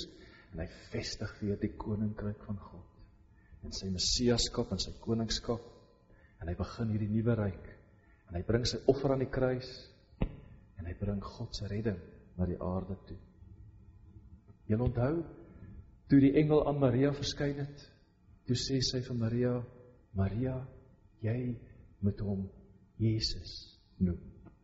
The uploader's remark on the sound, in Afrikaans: Preek opname tydens Loughton diens.